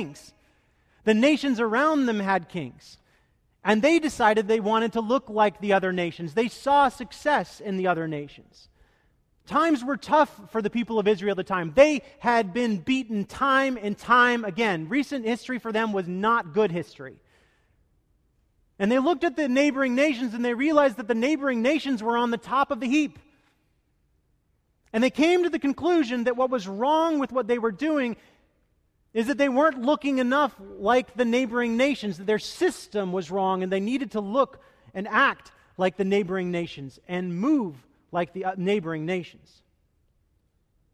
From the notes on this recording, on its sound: Delivered duruing the Traditional Worship service.